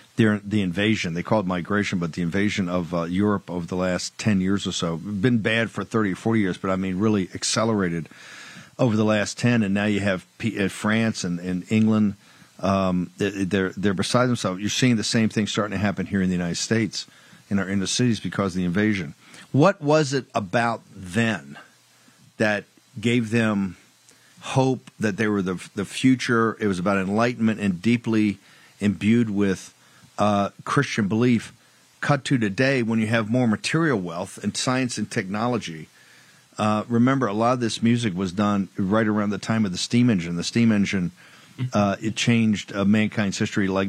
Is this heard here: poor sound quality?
no